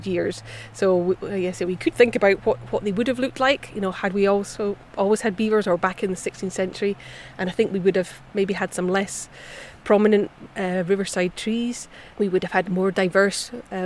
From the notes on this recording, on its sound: In this episode we head to the banks of the River Tay in Perthshire to meet with NatureScot’s beaver team. Recorded at a recent demonstration event held by the team to teach volunteers and land managers the skills to be self-sufficient and carry out effective tree protection in Tayside.